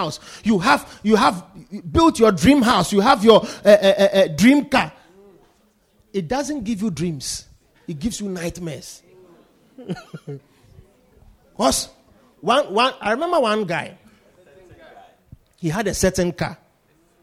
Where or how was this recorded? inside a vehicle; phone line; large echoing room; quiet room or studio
large echoing room